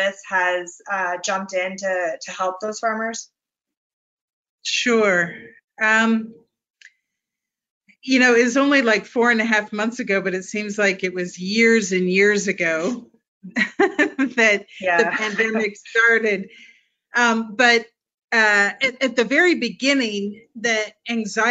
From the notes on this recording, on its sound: This panel was part of a James Beard Foundation webinar series to support the food and hospitality industry through COVID-19.